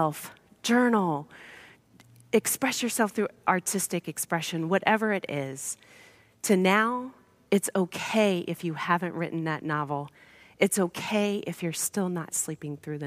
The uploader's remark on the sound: With the COVID-19 pandemic confining most of us to our homes, an in-person worship experience was not possible. Recorded live at Beatitudes Church, Phoenix, AZ on 04/11/20.